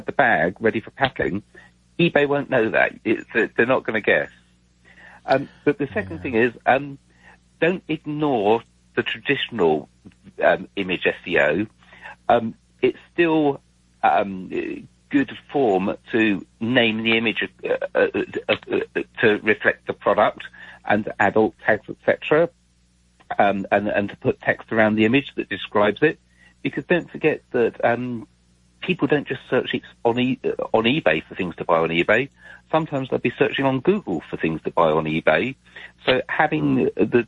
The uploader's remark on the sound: Open phones. Las Vegas NV.